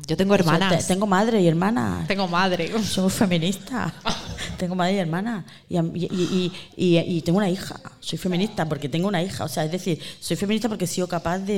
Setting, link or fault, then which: setting, live audience